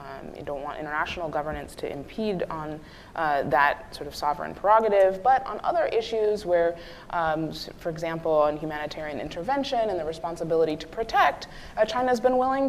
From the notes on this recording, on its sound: Q&amp;A with the audience